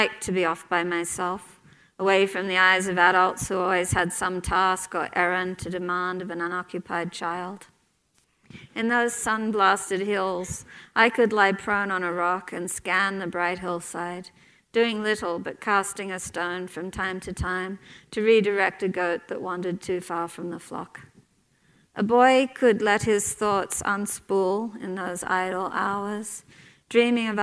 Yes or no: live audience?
yes